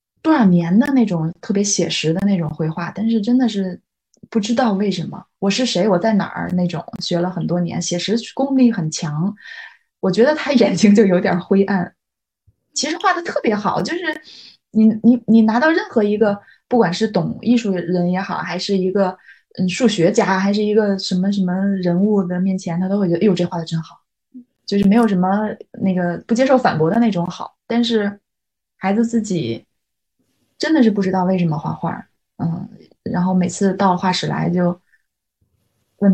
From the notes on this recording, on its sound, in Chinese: 因为疫情原因，我们这期节目仍然采用了线上云录制的方式，希望音质的损失和小噪音不影响大家的总体收听体验，期待能早日回到面对面录制的日子～。